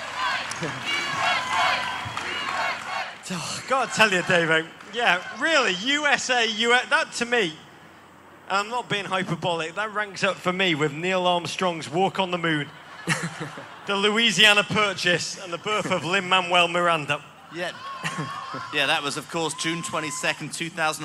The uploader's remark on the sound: MLS All-Star Special Live in San Jose. Live Show in San Jose, California.